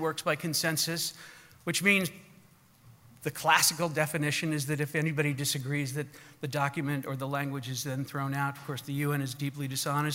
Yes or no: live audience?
yes